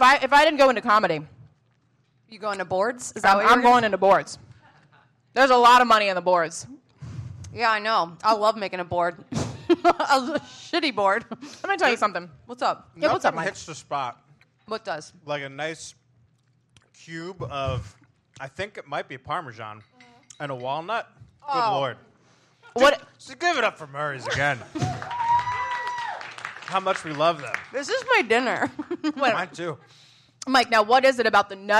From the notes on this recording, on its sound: Big Wigs Live Show! It's a live show kinda week for the New York Comedy Festival. Thanks again to NYCF, our host Caveat, our segment sponsor Murray's and everyone that came out to the live show and watched the livestream.